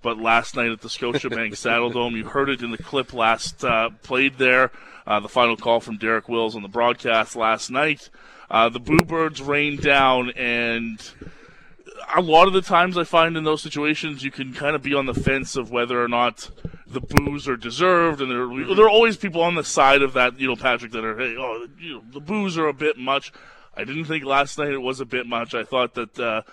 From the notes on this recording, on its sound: live for the grand opening of the Score Hockey Range in Calgary!